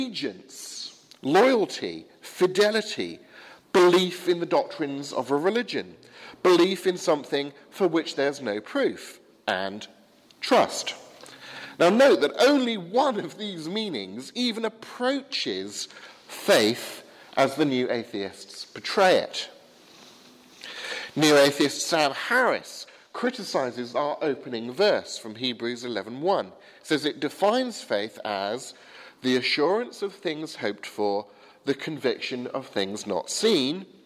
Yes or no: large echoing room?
yes